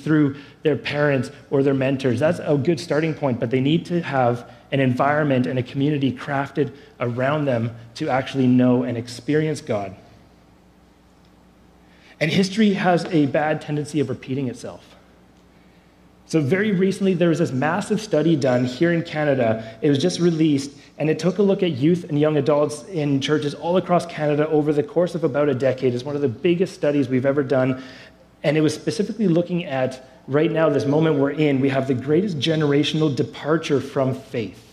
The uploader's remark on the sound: Below you’ll find an audio only recording of our service.